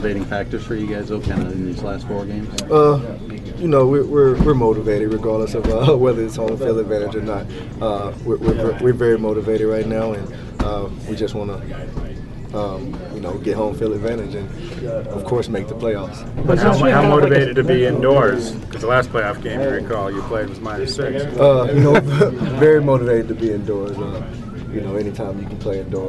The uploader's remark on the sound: Speak From Winter Park. The audio from yesterday's victorious locker room at Winter Park.